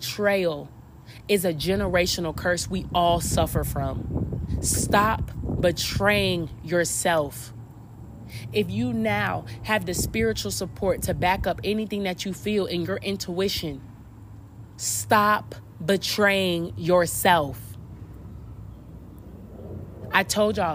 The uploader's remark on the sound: You Will Hear Wind at Times!